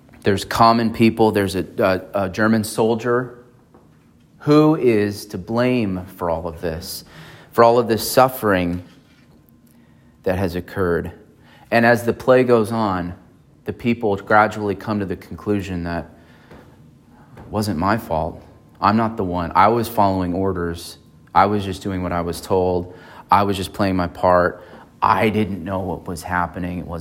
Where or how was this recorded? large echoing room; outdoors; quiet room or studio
large echoing room